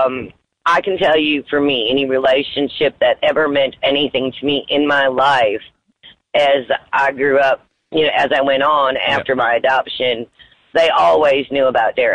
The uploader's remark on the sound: Phone Call to Birth Mother.